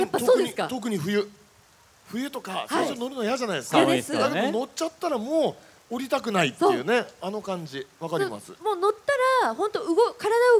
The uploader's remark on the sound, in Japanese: 公開収録の模様をオンエア。ゴールデンウイークに東京・豊洲で行った公開録音の模様をお送りしました。